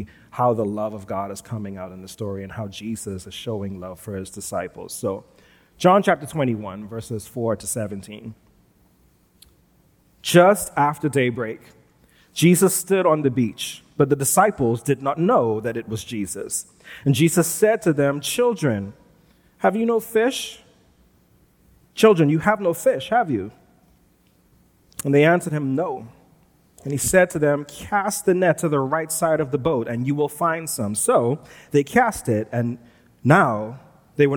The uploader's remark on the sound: Recorded live at New Providence Community Church on February 13, 2022.